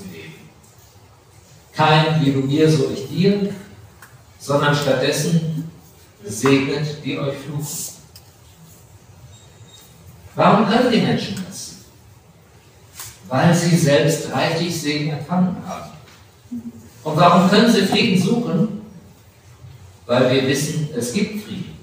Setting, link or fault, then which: setting, large echoing room